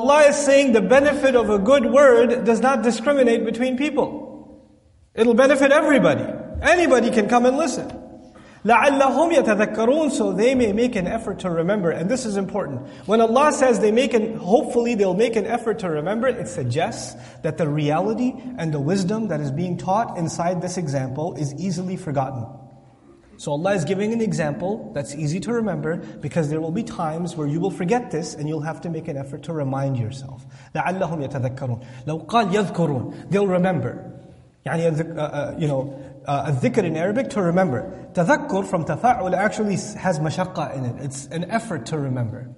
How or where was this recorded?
large echoing room